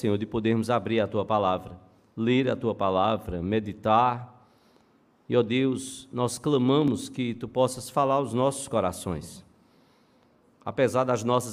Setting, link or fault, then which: setting, large echoing room